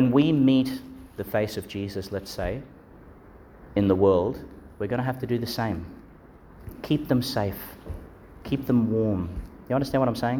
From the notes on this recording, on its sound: Delivered in Our Lady Star of the Sea Church, Gladstone.